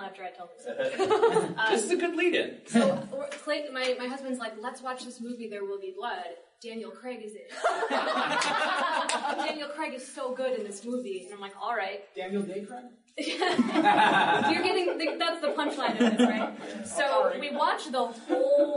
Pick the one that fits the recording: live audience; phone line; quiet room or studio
live audience